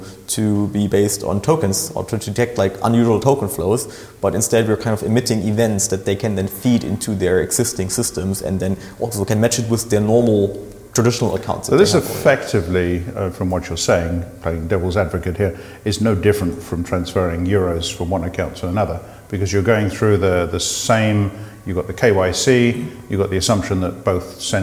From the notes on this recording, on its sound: This interview was recorded at GOTO Amsterdam for GOTO Unscripted.